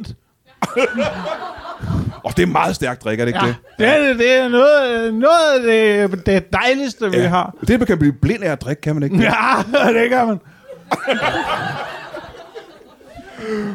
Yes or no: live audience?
yes